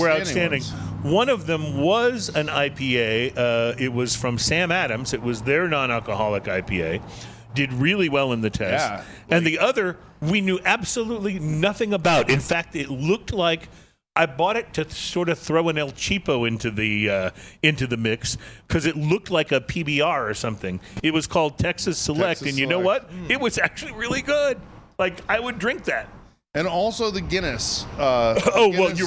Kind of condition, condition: setting, busy venue